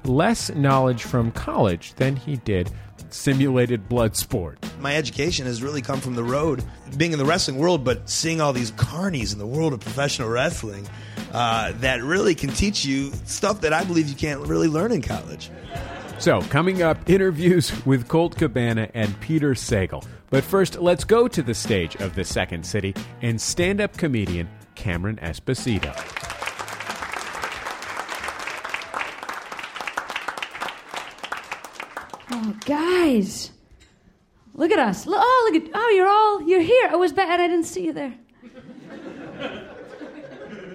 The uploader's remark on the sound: live show recorded at Chicago's Second City